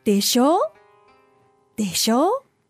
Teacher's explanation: So the intonation goes up · Term: rising intonation